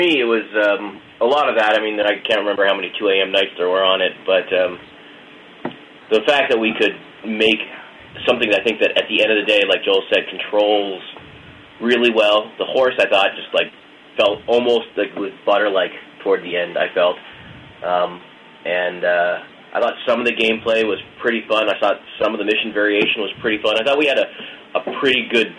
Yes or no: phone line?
yes